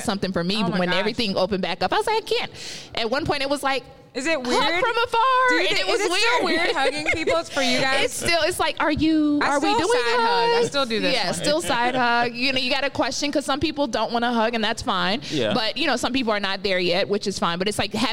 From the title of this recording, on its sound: LIVE from Run Social Atlanta Day Party